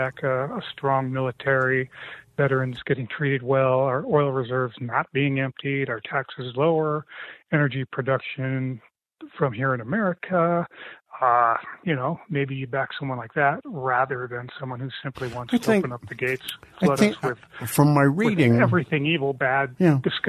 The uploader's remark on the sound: Open phone lines